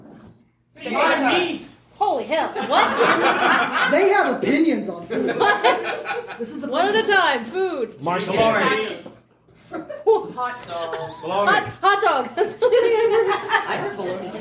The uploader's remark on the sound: LIVE at Balticon 52. A rather magical Mystery Meal done live!